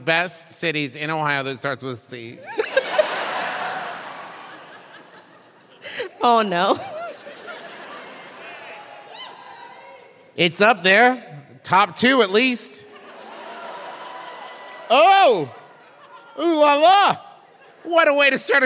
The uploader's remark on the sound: This week’s episode is the LIVE show from Columbus, OH!